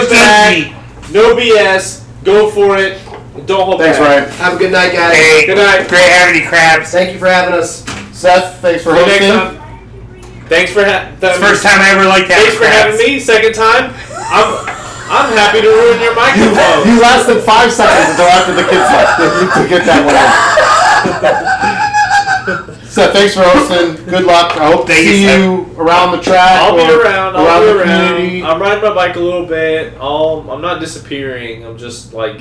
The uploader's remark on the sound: Live from Snyder Cycles. Record live for the last time from Snyder Cycles in Tucker.